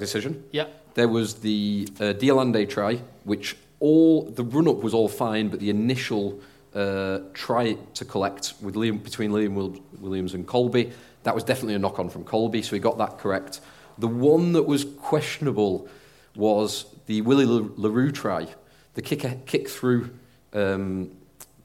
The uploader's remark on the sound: Live from North Dorset 7's